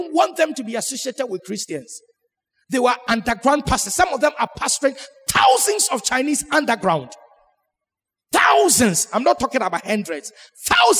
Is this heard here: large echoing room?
yes